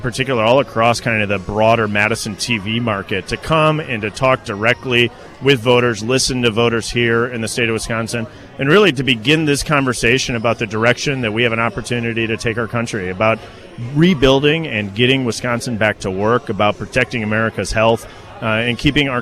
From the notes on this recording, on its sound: live, on-scene coverage a Janesville campaign rally